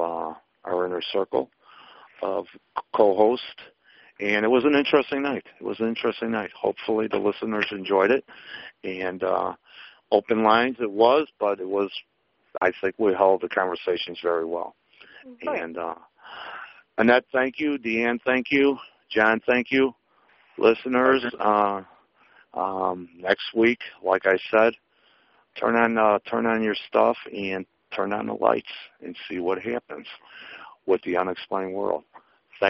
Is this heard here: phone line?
yes